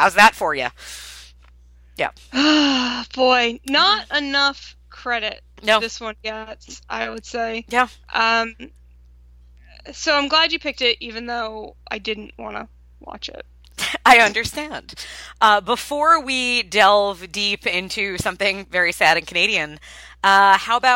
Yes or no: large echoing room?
no